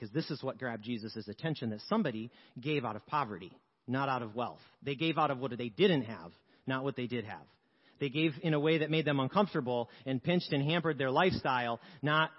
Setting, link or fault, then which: setting, large echoing room